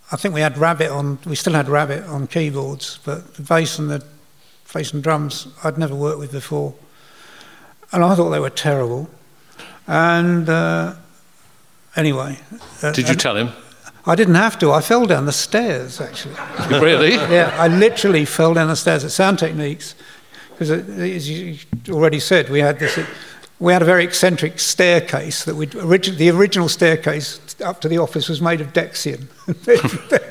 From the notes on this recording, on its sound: In conversation at Cecil Sharp House. On stage at the Indoor Festival of Folk.